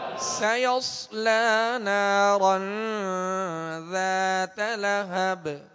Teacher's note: سيصلى میں سین کو باریک پڑھیں گے مگر سیٹی کی آواز میں، آگے صاد حروف مستعلیہ میں سے پر کریں گے مگر سیٹی کی آواز میں.